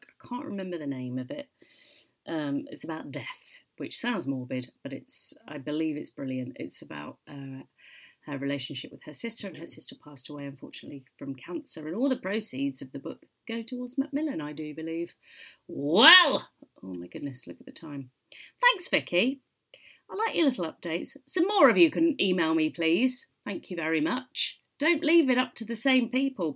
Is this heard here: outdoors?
no